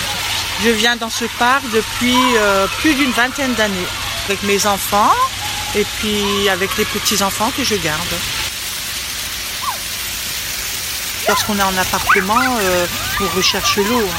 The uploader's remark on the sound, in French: Au parc André-Citröen à Paris